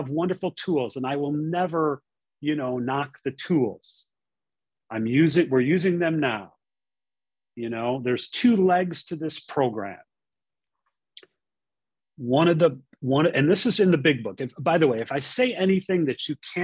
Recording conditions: video call